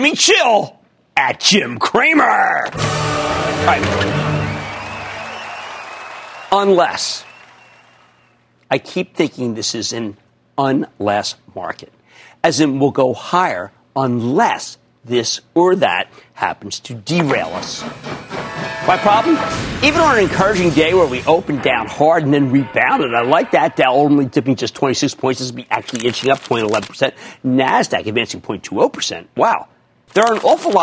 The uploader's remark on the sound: from Art Bird in Grand Central Station